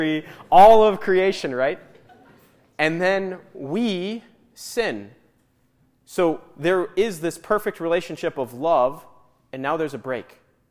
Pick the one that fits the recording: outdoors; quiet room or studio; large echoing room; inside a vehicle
large echoing room